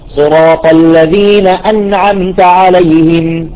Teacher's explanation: شوف النون والميم كيف سكنتهم بنفس الزمن · Term: السكون